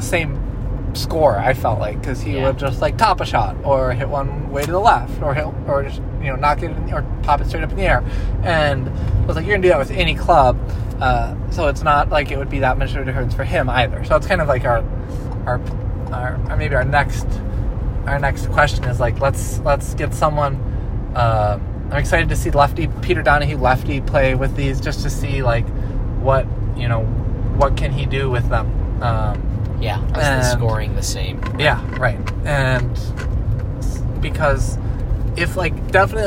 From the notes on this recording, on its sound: Come to you live from the car on the ride home from their first round of hickory golf.